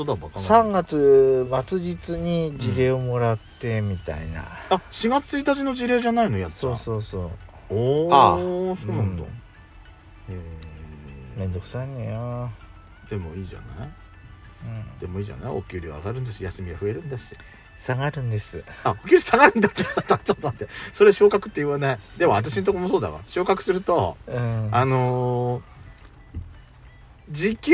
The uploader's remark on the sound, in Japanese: パーキング収録